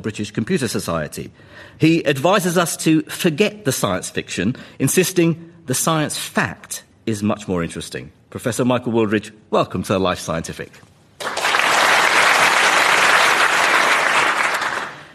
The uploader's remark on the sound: Recorded in front of an audience at London's Royal Institution (RI).